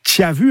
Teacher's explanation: ce qu'on appelle en phonétique une affrication, plutôt une palatalisation